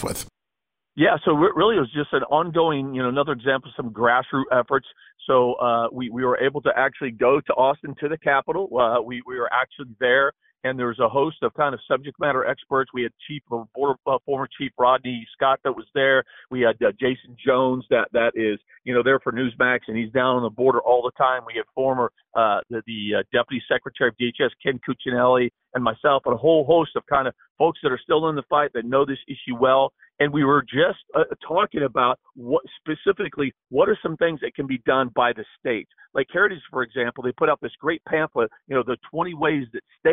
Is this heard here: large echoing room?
no